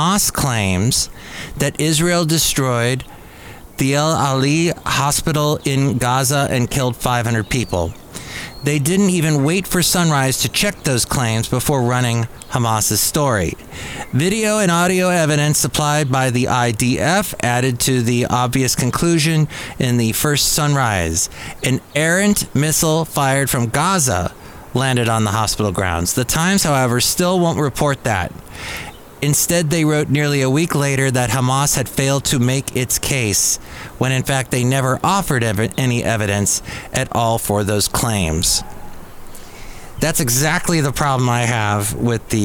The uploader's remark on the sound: podcasts live from Café Anyway